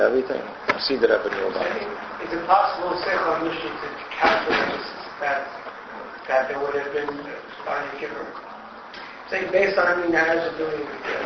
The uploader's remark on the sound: This file was originally, delivered as a shiur in a Crown Heights Mosad.